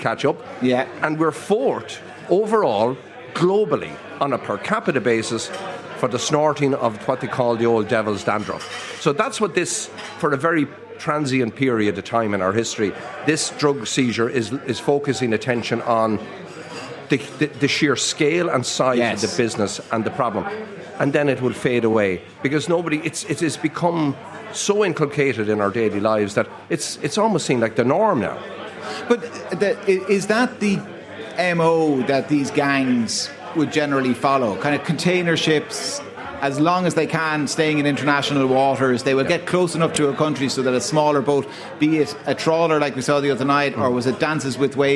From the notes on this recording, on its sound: LIVE in The Palace Bar in Dublin